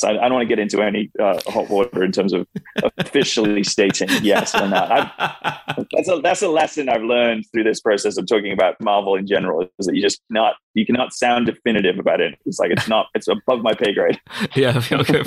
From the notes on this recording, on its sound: Over a (fairly crackly; apologies for that) Zoom call